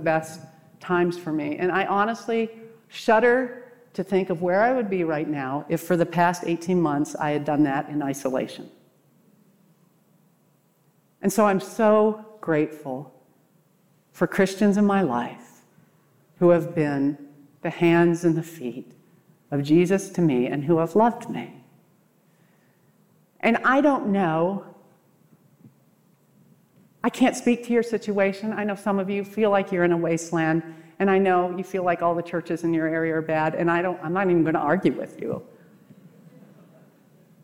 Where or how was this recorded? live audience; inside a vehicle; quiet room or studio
live audience